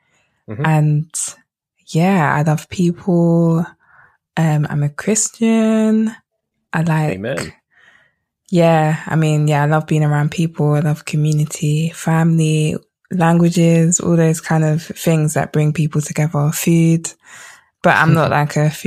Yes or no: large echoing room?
no